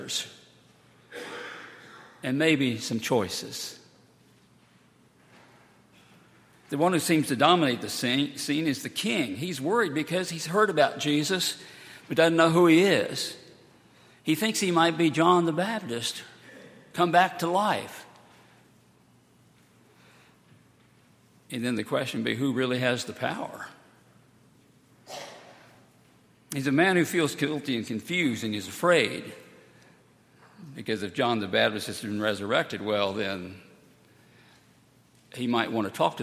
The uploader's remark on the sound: Sunday, July 15, 2018, at Highland Baptist Church.